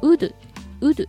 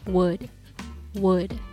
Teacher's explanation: うにちっちゃいおがくっついているような感じですかね · Shown in: second take · Term: W の発音